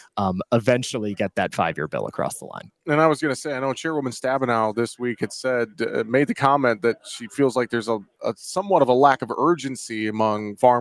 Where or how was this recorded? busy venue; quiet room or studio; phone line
busy venue